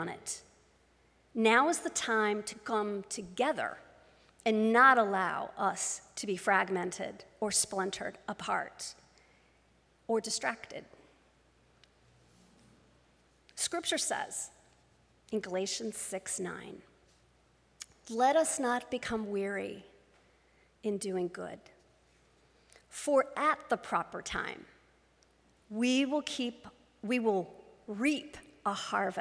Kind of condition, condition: setting, large echoing room